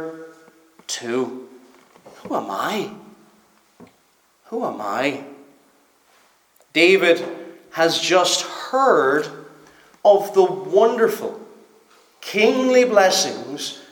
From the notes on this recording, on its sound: Preached at Stornoway Free Church -Continuing